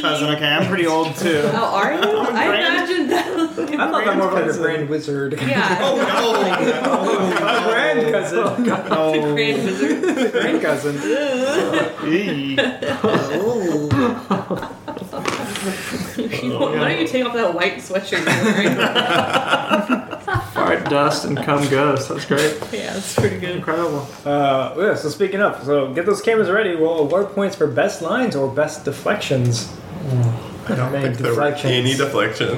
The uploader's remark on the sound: Join us as we have a pomes family reunion live! In the same room! Apologies for the extra noises that come along with that, including but not limited to: sink running, mouth smacking, wrapper crinkling, and uncontrollable laughter and fun.